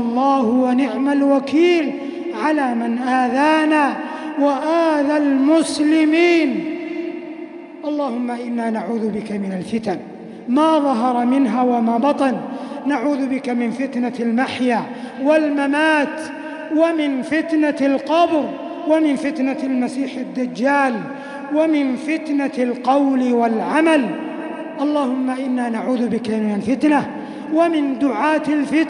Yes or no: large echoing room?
yes